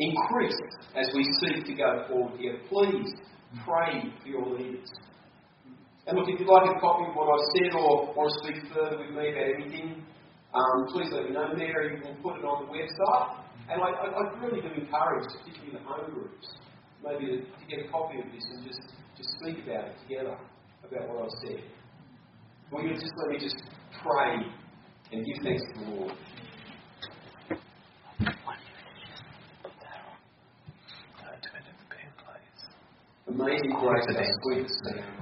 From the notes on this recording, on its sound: we apologize for the quality of this recording